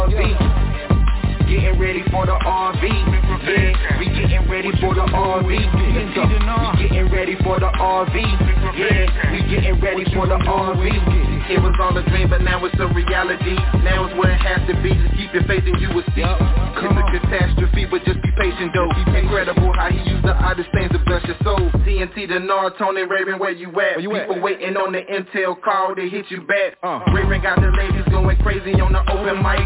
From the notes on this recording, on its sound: TNTSuperfantastic Conference Call